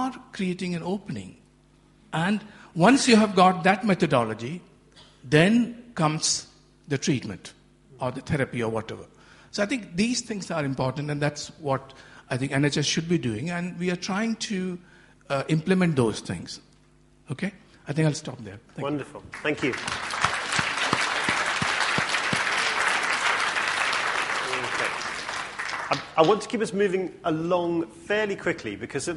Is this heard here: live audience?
yes